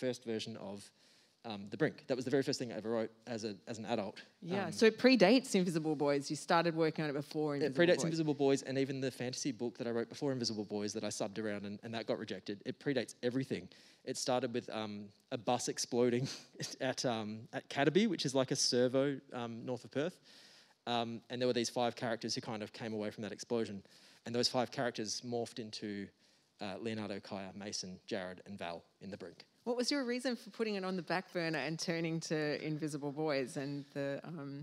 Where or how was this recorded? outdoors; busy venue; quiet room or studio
busy venue